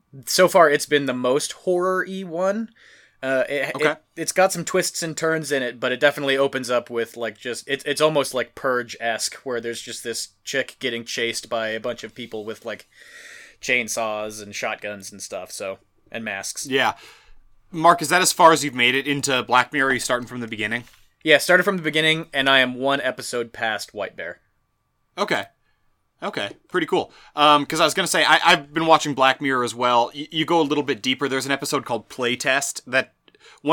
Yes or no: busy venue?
no